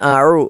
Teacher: അയിനാണ് തൊണ്ടയുടെ മധ്യഭാഗത്ത് നിന്ന് പുറപ്പെടേണ്ട അക്ഷരമാണ്